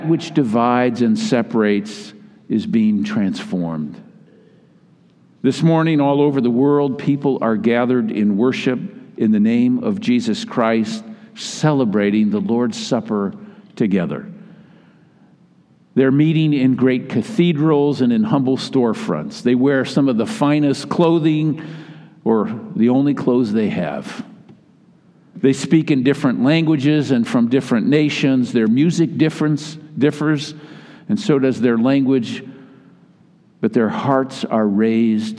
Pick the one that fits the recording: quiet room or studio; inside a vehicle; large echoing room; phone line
large echoing room